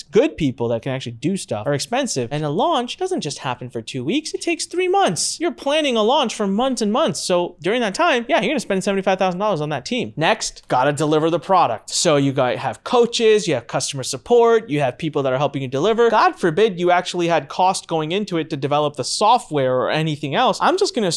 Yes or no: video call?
no